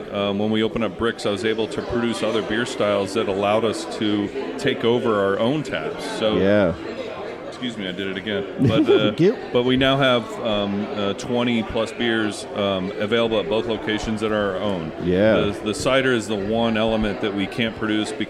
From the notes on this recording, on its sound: Podcasting at Playalinda Brewery